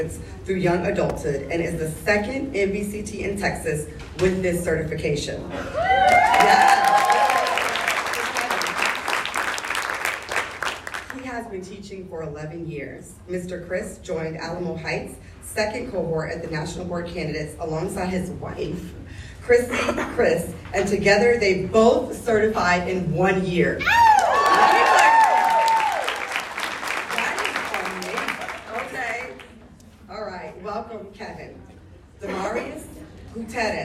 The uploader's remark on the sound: Live Podcast from San Antonio - Texas National Board Coalition for Teaching Annual Conference. The Texas National Board Coalition for Teaching hosted the National Board Conversations team to perform a podcast in front of a live audience at their annual conference. The episode features a panel of speakers from Texas.